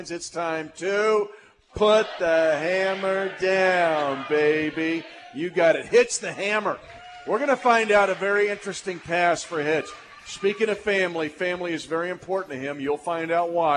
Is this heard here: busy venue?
yes